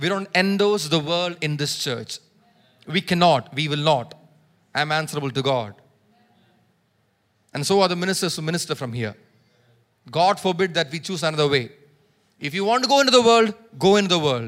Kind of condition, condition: setting, large echoing room